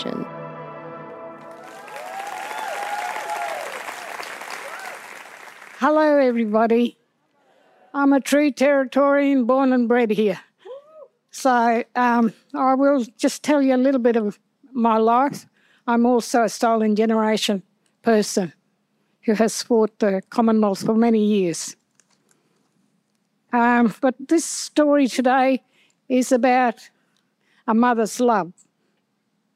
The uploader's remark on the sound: An event held in the northern territory in front of a live audience.